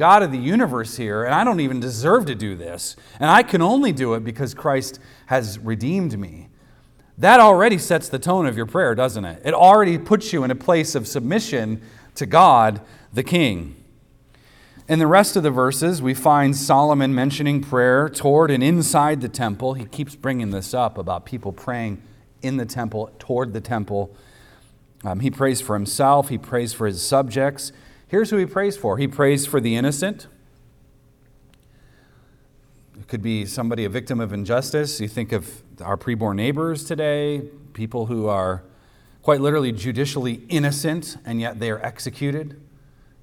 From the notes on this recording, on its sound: recorded on Sunday, August 27th, 2023, at the weekly worship gathering of Cross & Crown Church